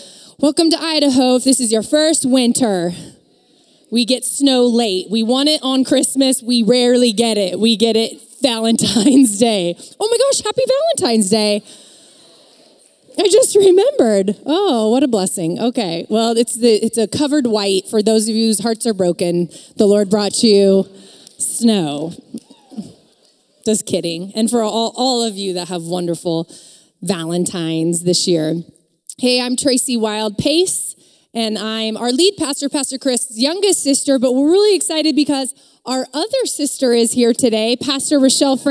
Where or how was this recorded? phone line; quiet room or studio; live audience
live audience